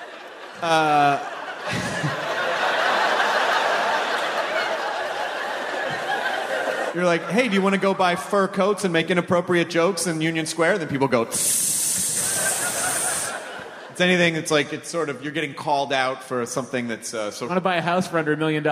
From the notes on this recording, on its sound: It's the Nerdist Podcast live from SF Sketchfest at the Curran Theatre!